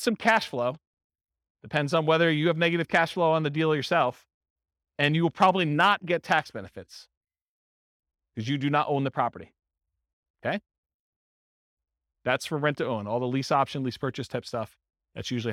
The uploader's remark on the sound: This was a live class recorded